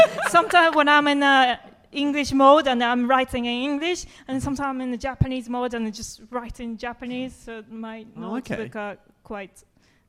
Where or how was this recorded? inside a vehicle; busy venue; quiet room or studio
busy venue